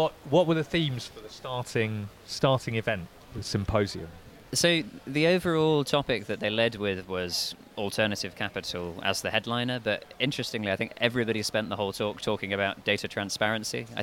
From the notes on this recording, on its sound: Filmed on location outside of Leo's bar. This year's Baden-Baden Reinsurance Meeting.